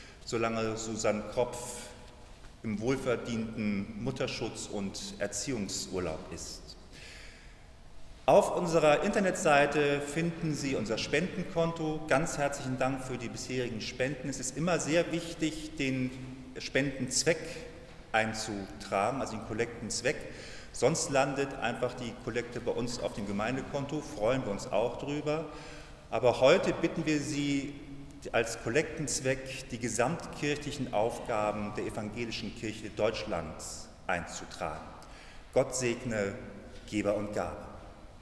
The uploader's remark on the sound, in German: Mitschnitt aus der Christuskirche